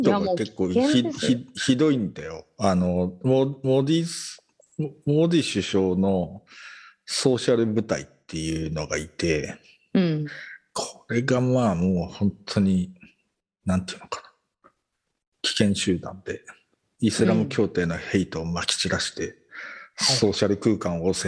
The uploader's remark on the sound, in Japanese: 本収録はビデオ会議サービス「Zoom」を使用し収録しています。